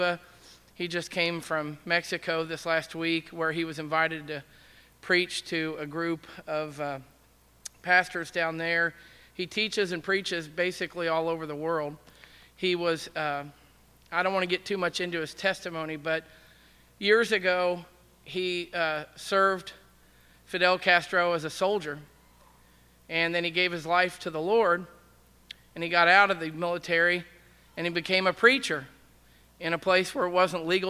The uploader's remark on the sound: Was recorded at The Calling Community Church located in Platte City, Missouri. Services are held in the Platte County High School Auditorium.